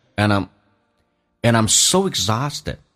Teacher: and 可以弱化成 n,一个鼻音同时用 and 跟 I'm 进行连音